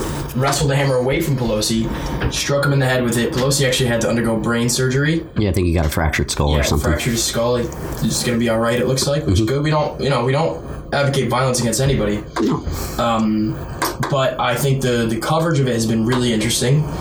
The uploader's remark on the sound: Audio quality is subpar due to the main mic losing power.